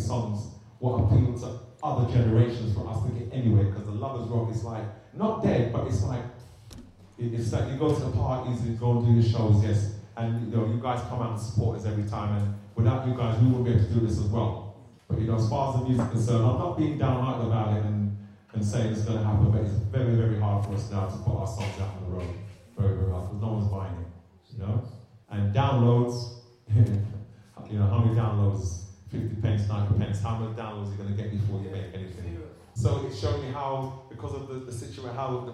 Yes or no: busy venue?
yes